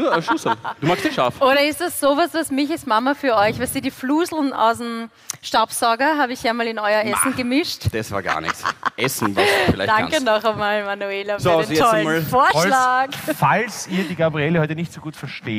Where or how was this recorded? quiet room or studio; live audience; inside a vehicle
live audience